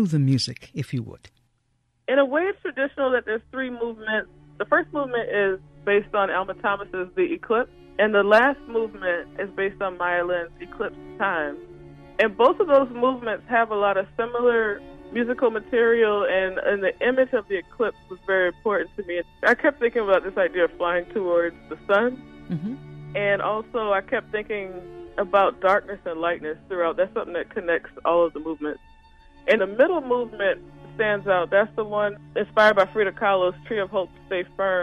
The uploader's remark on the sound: joins us by phone.